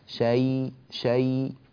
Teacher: الياء هي ياء مخففة لينة فيها صفة اللين، لا تجعل في الياء يعني ثقلا وقوة وشيء شبيه بالتشديد، شيء، شيء وكيل، شيء فاعبدوه، لا، شيء، شيء، يا جميلة جدا، ناعمة جدا، جيد، هذا أمر.